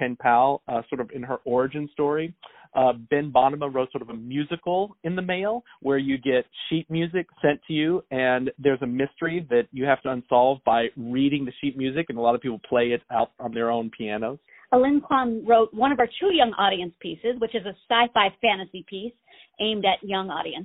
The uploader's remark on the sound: On the phone